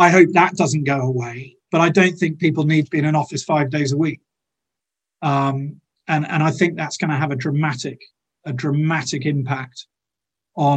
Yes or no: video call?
yes